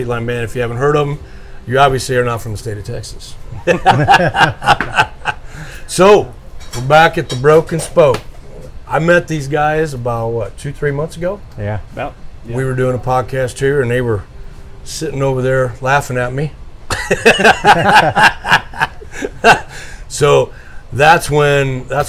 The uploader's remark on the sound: LIVE AT THE BROKEN SPOKE SALOON